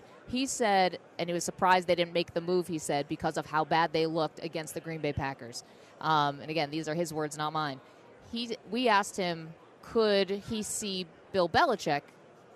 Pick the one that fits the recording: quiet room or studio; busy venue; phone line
busy venue